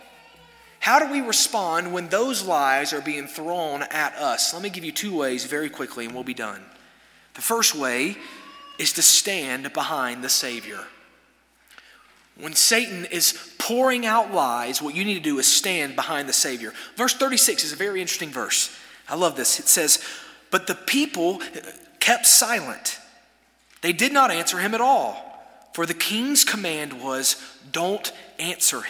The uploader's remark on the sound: This sermon was delivered on January 3, 2024 at First Baptist Church Hendersonville, NC during the Wednesday night Bible study hour.